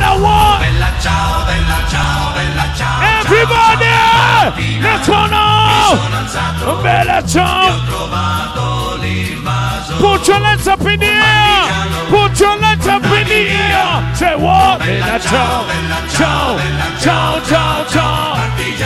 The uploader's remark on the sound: Live at Blend Nairobi 2019